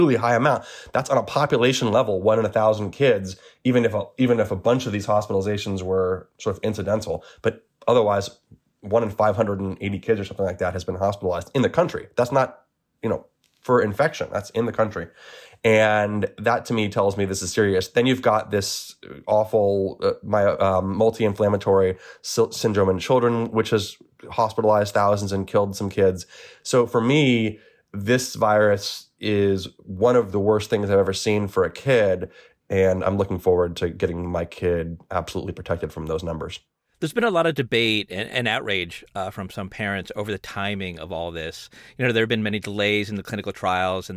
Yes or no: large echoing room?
no